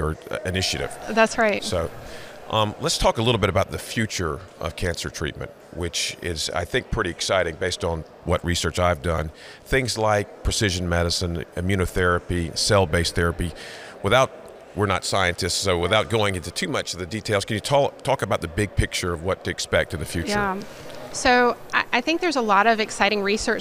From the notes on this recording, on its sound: Coming to you from SCBIO’s 2023 annual conference